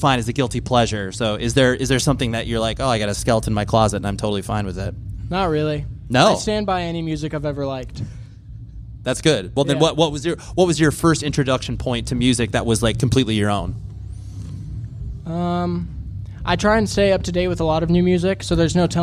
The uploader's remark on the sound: LIVE FROM LDB FEST 2023. I recorded these episodes live at LDB Fest.